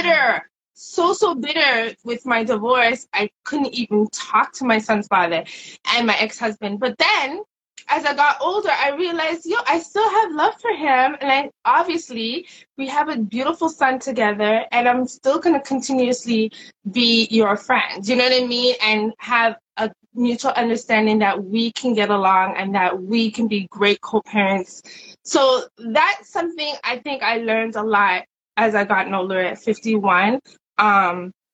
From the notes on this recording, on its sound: Instagram Live Summer Conversation Series